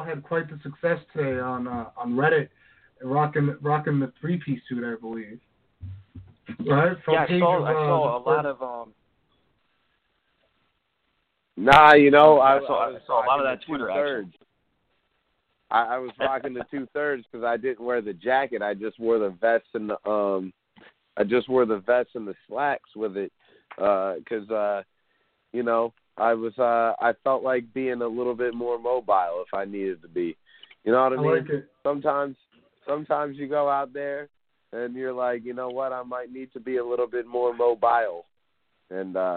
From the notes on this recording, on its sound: Patreon Call In Show